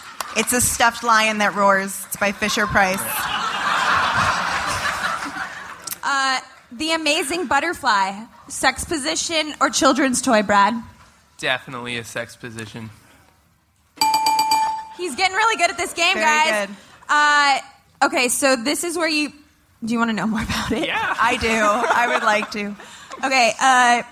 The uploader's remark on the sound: Live at SXSW